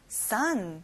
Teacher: 아들, son. o가 있지만 어 소리가 안 나고 아 소리가 나요. son.